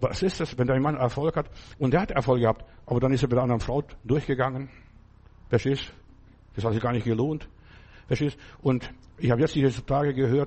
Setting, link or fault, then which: setting, large echoing room